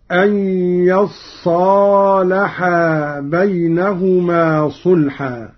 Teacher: والتوجيه على أن التفاعل من الصلح، وأصلها يتصالحا، فأبدلت التاء صادا وأدغمت في الصاد. · قرأ قالون بفتح الياء وتشديد الصاد بعدها ألف هكذا: أن يصالحا بينهما صلحا.